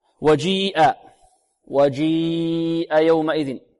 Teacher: هذا مد واجب، لأن القراء اتفقوا على مده أكثر من حركتين · Term: مدا متصلا